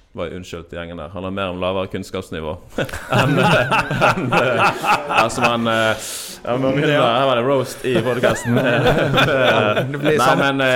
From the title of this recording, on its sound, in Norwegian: Live fra Bildøy